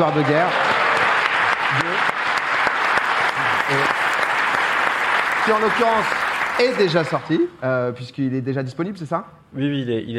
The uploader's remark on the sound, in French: cette première en public